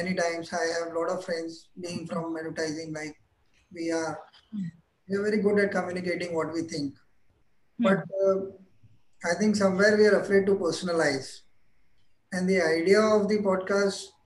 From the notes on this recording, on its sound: This is the audio part of a video conversation.